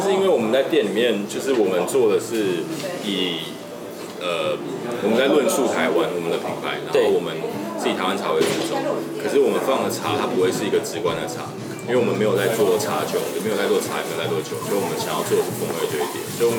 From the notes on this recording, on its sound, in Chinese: 錄音地點：Bar Mozaiku - 馬賽克酒吧。錄音設備：Shure SM58+Shure beta58 + Superlux TM58S + ZOOM H6 + ZOOM XYH-6。